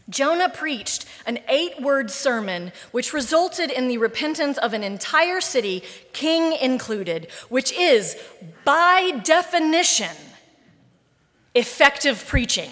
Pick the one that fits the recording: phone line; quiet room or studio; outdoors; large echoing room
large echoing room